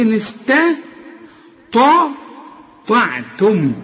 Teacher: الطاء هي المفخمة، يبقى رقاق للسين والتاء والعين كمان والتاء والميم اللي بعدها.